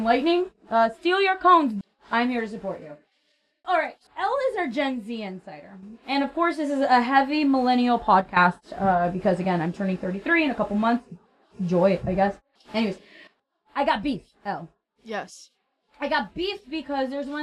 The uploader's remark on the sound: It's a poopshow, so naturally the audio is a bit off the first episode.